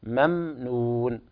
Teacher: الميم ساكنة ليس فيها قلقلة